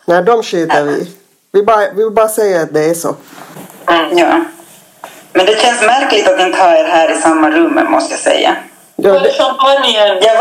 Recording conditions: poor sound quality